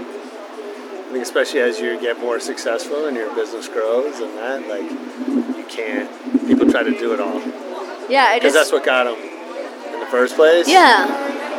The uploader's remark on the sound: LIVE from Cannes Lions. At the Cannes Lions Festival of Creativity and we sat on the rooftop of the FQ Lounge overlooking the Bay of Cannes. The audio is a little funky because we're outdoors but our expert producer was able to make it sound pretty good.